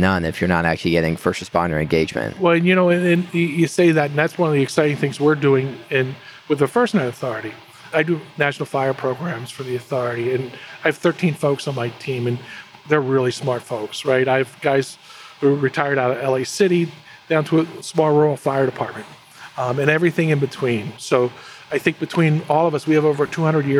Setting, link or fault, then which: setting, busy venue